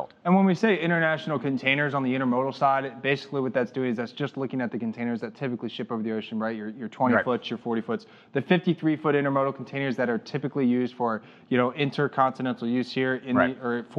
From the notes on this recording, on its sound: Live from Global Supply Chain Week